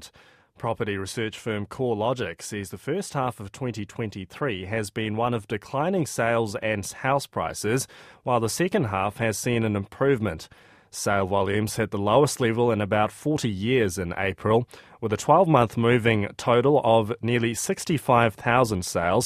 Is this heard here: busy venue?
no